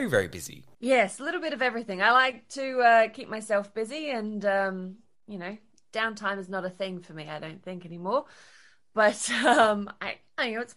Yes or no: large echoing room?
no